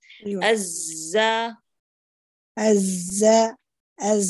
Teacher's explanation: تضغطي على مخرج الزاي طرف لسانك على تحت الصفحة الداخلية للأسنان